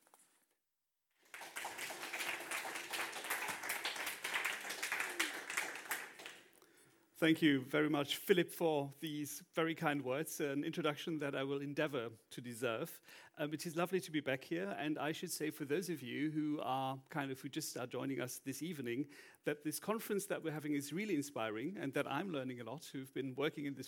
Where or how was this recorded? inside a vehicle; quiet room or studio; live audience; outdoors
live audience